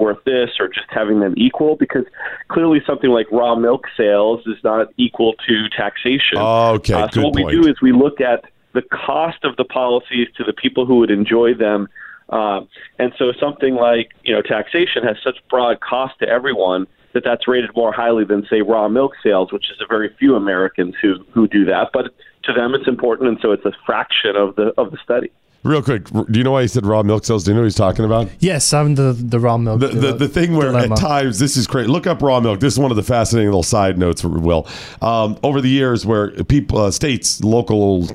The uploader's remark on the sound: joins the show by phone